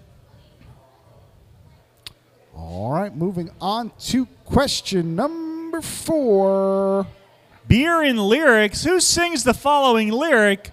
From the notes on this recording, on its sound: Live from the Glenbrook, it's a bonus game all about beer and Glenbrook Brewery to celebrate one year in their new location at 95 Morris St in Morristown, NJ!